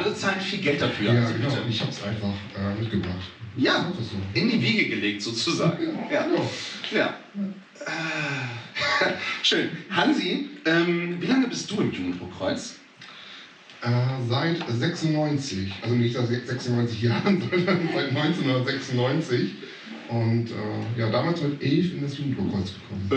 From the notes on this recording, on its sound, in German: Beim Cross Media Festival des Jugendrotkreuzes Niedersachsen zu Gast sind! Im Haus des Jugendrotkreuzes in Einbeck. In der stimmungsvollen Blockhütte einen Live Podcast vor tollen JugendrotkreuzlerInnen aufnehmen. Wir bitten die Tonaufnahme zu entschuldigen.